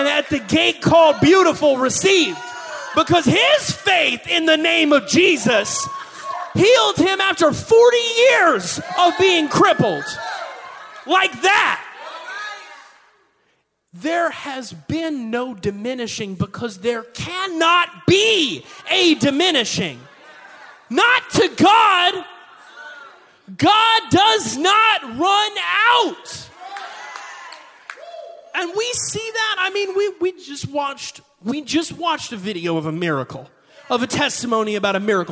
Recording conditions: large echoing room